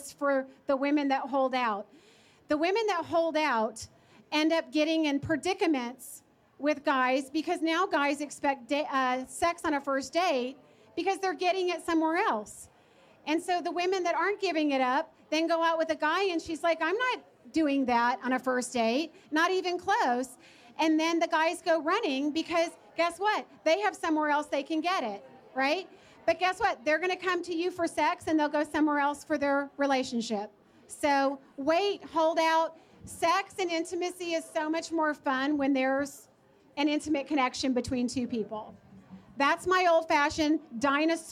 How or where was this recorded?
live audience